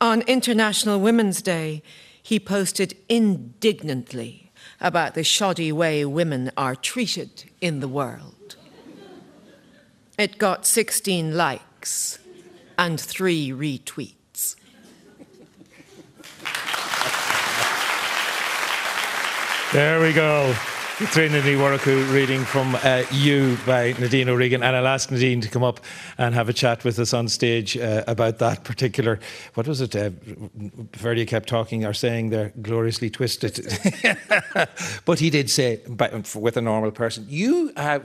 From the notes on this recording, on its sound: Live from the Pavilion Theatre in Dun Laoghaire